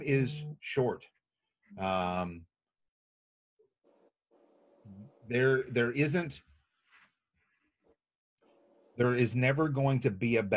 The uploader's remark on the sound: Steepleless Church. This was originally streamed on Zoom.